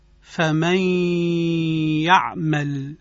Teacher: صدای نون از مجرای بینی به صورت غنوی شنیده میشه · Term: صدای غنوی